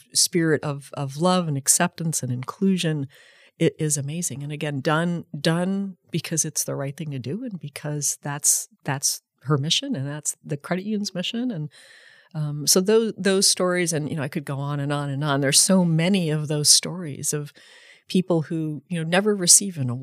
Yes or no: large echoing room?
no